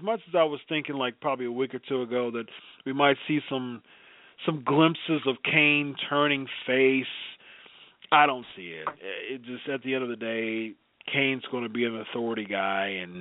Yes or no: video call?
no